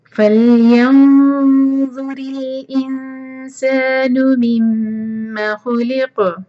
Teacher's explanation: انسان مم میم پر شدہ ہے، یہاں غنہ کرنا ہوگا، میم کو ہولڈ کریں گے دو سیکنڈس. مم خلق قاف پر رکیں گے تو قاف پر قلقلہ